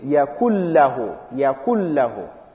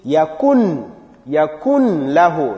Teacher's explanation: tashdeed on lam, the noon sound is more like hidden · Shown in: first take · So it's yakullahu, yakullahu.